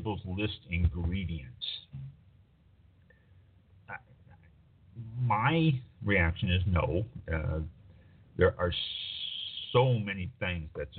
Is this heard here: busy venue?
no